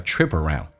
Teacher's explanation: Trip, P,浊化成 B 跟 around,形成一个连音叫 trip around.所以环游全世界 make a trip around.